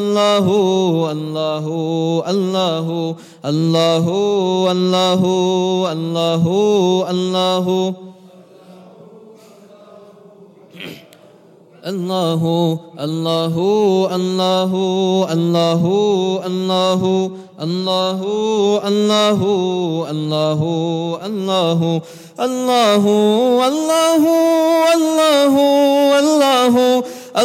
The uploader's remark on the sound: at the Houghton Masjid (West Street)